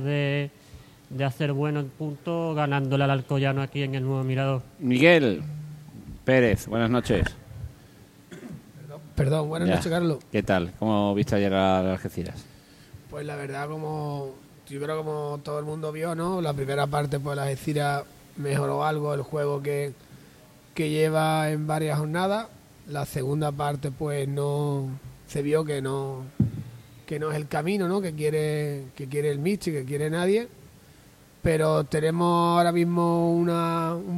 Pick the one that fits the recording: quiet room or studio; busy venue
busy venue